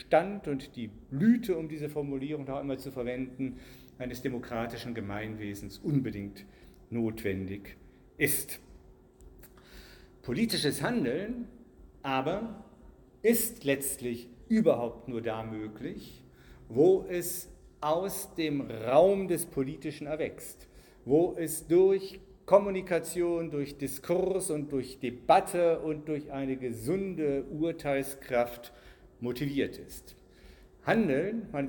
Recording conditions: live audience